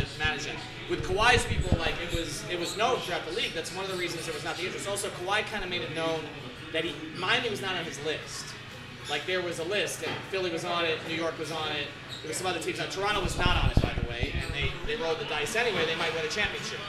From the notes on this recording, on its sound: LIVE from our first ever "Watch Party" taping at Tap 42 in Midtown Miami.